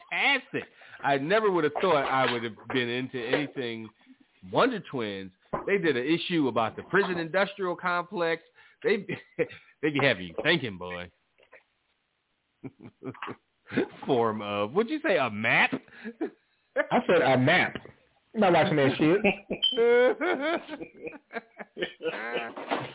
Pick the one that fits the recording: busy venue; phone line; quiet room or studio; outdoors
phone line